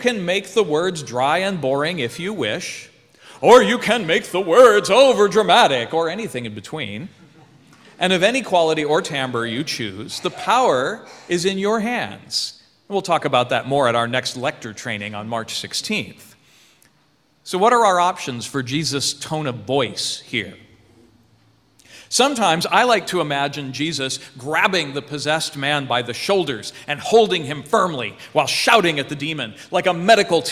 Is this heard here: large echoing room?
yes